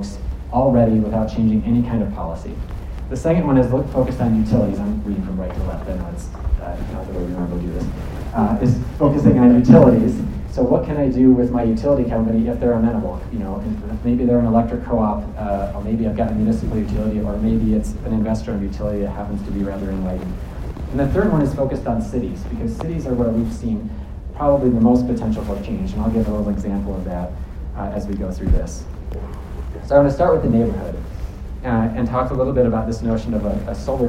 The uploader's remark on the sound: Alternative Energy Resources Expo. Gave a keynote address to the annual meeting and expo of AERO, a Montana organization.